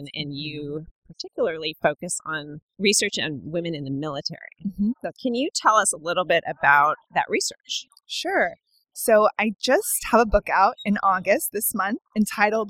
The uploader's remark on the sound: Unraveling Pink was on location at the Podcast Movement 2017 conference in Anaheim. Thanks to Shure and TalkShoe, we were able to record during the convention, complete with the buzz of the conference excitement in the background.